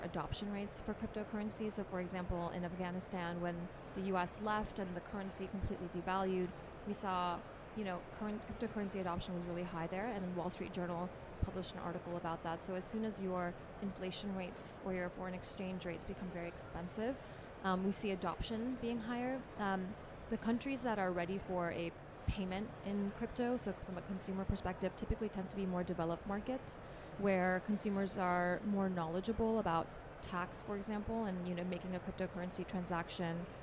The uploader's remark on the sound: Recorded at Money 20/20 in October 2022.